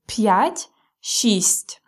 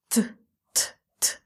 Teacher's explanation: This is soft t, t, t. So, soft t. So, your lips go smiling at the end. Yes, so it's softer.